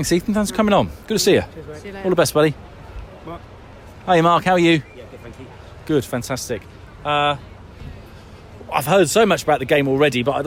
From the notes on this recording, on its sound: Elated fans reacted at full-time outside the stadium. There was some raw reaction at full-time. In front of the North Stand.